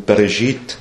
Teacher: Diese zwei Punkte senkrecht untereinander deuten an, dass ein E folgt, das aber nur so als schwacher Schwa-Laut gesprochen wird, also das so fast verschluckt wird